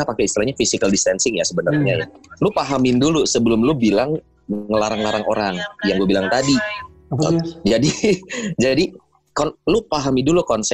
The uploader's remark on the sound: Jadi mohon maaf kalo audio di episode ini kurang oke. This episode recorded via Zoom.